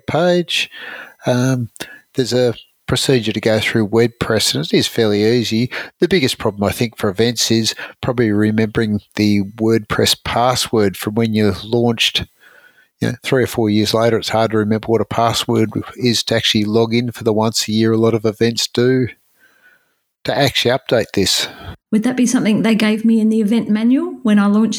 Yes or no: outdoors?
no